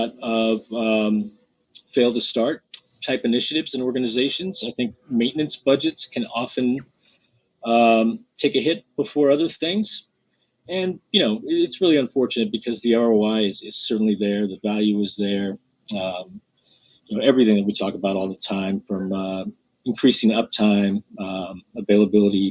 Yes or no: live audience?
no